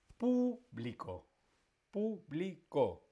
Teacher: El acento, la fuerza de pronunciación está en la primera, en la antepenúltima sílaba tónica. Público. En la antepenúltima.